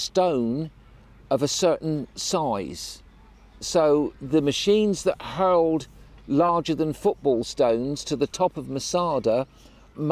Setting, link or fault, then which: setting, busy venue